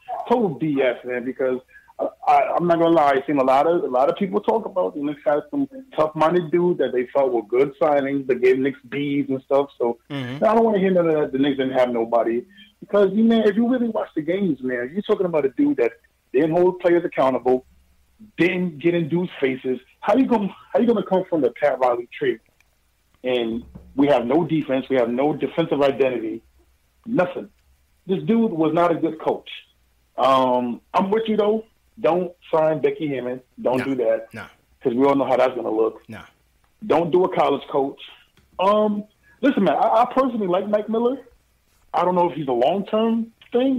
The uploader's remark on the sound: takes LIVE phone calls from fans around the world